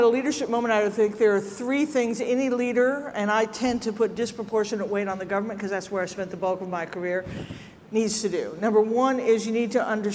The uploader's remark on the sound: ServiceNow Federal Forum 2023: Keynote